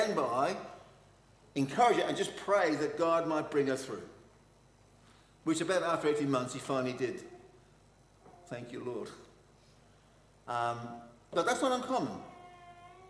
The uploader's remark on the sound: Session 3 of Ann St Church Annual Conference